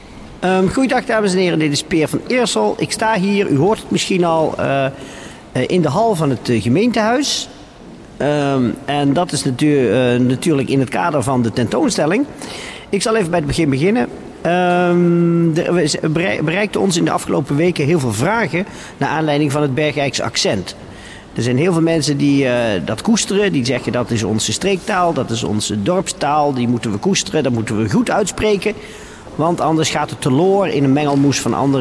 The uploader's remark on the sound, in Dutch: Het radiostation voor Bergeijk. LIVE* vanuit het gemeentehuis.